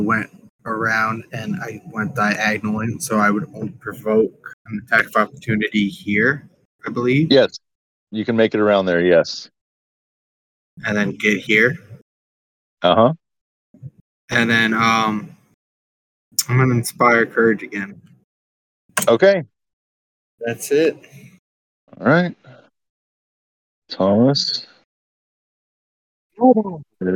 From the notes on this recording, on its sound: Excuse the bad recording, two of us were on the road.